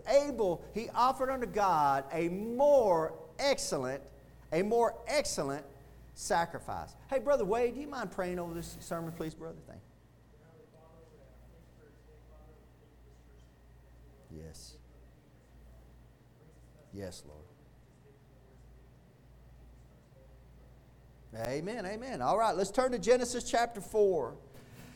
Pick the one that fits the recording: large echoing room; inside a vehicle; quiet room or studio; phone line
large echoing room